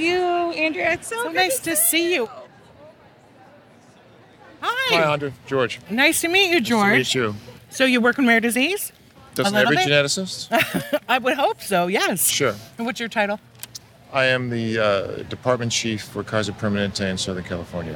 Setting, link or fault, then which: setting, busy venue